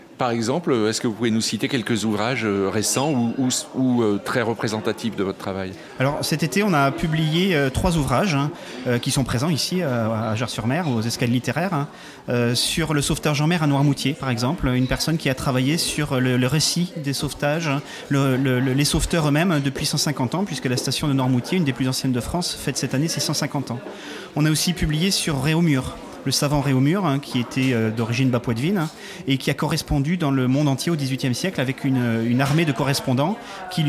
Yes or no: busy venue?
yes